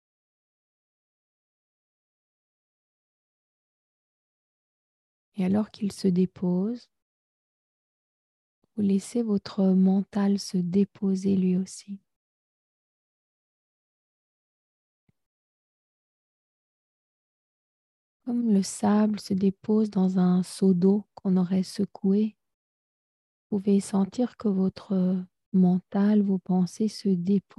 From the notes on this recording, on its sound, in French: Chaque dernier lundi du mois je propose une médiation live gratuite sur zoom de 20h à 20h30. Dans cet épisode retrouver le replay de cette méditation en live.